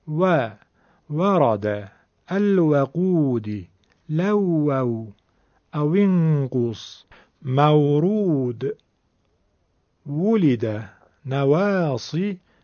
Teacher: دقت بکنید که و باید نازک و کم حجم هم بشود. و ریدوهم نگیم و والکم وارادا نگیم، باید دقت بکنیم حتما واو رو نازک بگیم. · Term: حرف واو